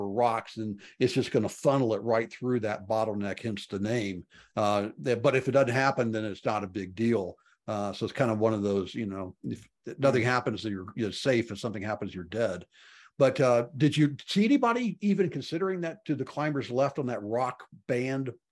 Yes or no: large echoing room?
no